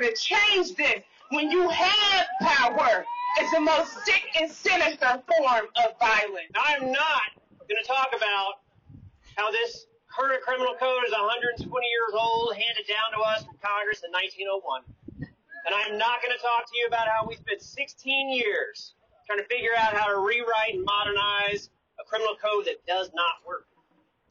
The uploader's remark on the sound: The message was loud and clear at Wednesday’s spirited rally protesting this week’s move by Congress to block the implementation of new criminal justice reforms in DC. We’ve got an audio postcard from the rally.